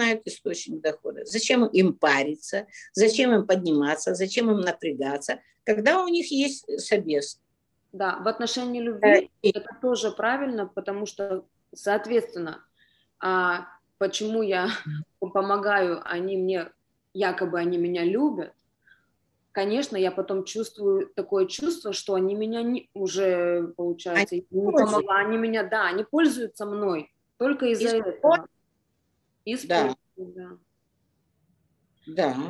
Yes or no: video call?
yes